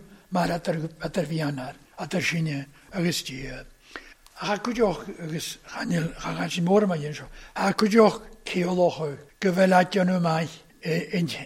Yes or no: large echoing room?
yes